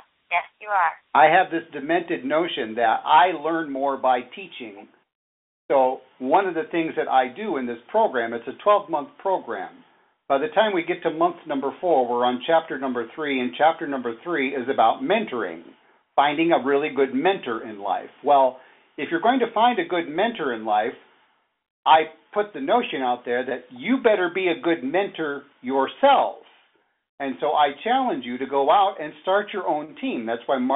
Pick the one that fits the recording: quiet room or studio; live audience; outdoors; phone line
phone line